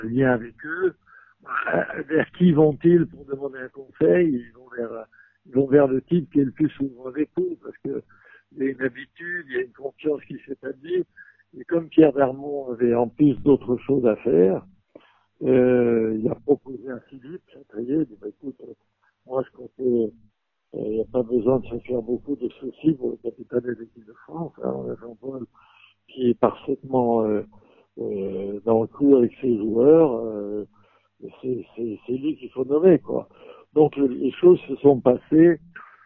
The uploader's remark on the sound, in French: J'enregistre l'appel téléphonique donc le son est à l'ancienne.